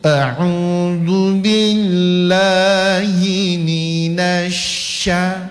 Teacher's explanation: Agar tidak kedengaran sho, bibir itu jangan dikumpul ya. Jangan dibulatkan.